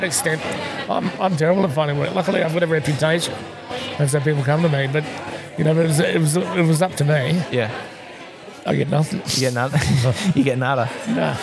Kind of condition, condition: setting, busy venue